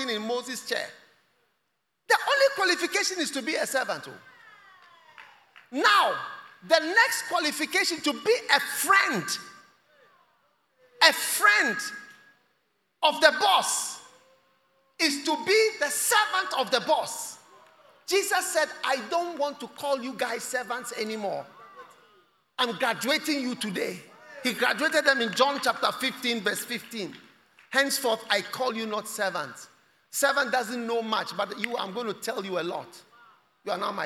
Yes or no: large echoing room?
yes